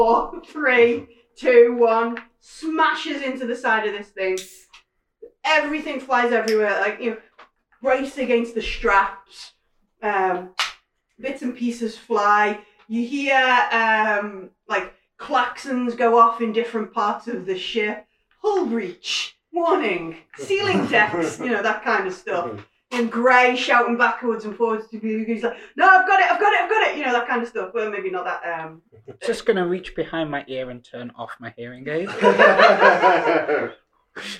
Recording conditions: poor sound quality